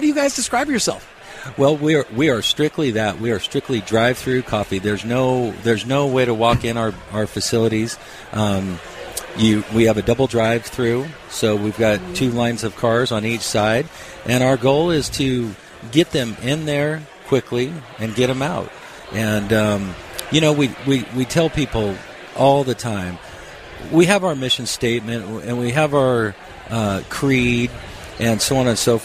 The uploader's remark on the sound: this year’s Workmatters Conference as we had our broadcast LIVE from their site in Rogers, Arkansas